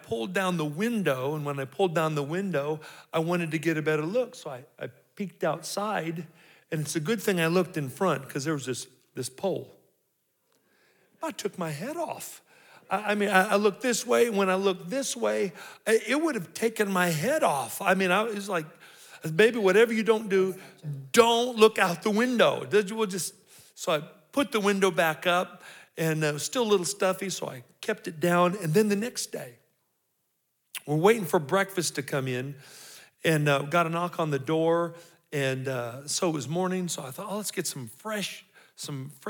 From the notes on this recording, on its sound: 2023 Marriage Seminar (General Session 3). These episodes were recorded live. At our 2023 Calvary Marriage Seminar.